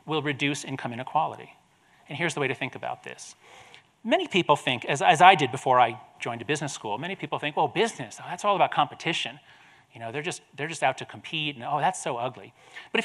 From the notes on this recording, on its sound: This episode features his lecture at the Aspen Ideas Festival.